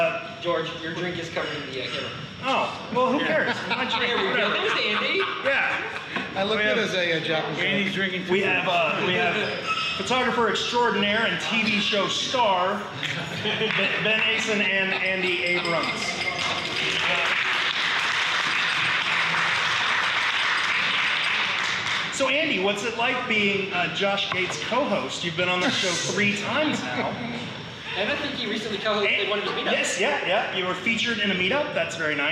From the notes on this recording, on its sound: The NY Meetup. For the first and last New York meetup. This audio was recorded live.